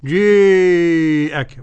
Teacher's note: ابن ذكوان وخلف العاشر وحمزة بالإمالة مع المد 6